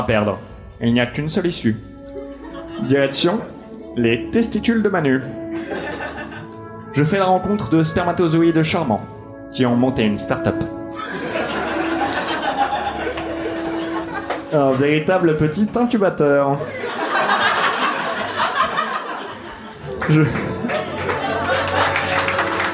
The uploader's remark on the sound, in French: Enregistré en live et en public au One More Joke.